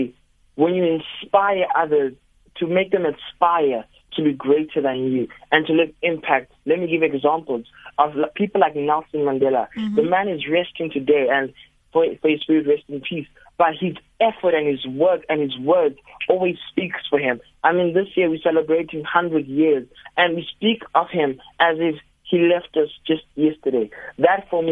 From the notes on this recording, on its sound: GUEST(Phone)